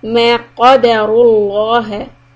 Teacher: So قَاف heavy, دَال soft.